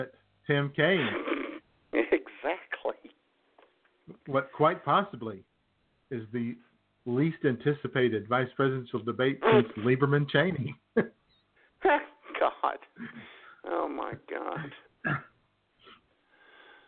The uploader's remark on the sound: Your phone calls. IWS Radio presents: October Surprise 2016!!